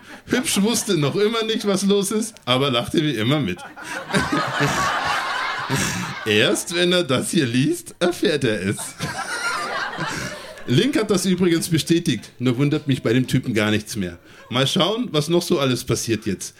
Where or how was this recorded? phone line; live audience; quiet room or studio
live audience